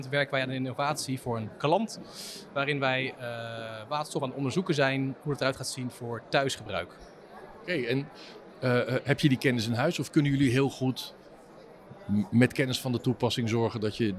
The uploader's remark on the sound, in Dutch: Bij het iTanks Waterstof010 Café op 14 april 2023